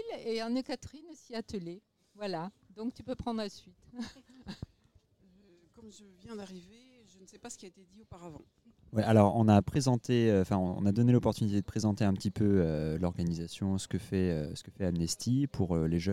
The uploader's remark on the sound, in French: On se retrouve pour un nouvel enregistrement au Festival International de Journalisme !